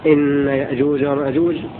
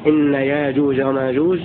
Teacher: قرأ عاصم بهمزة ساكنة في لفظي يأجوج ومأجوج · Shown in: first take · Term: بتحقيق الهمزة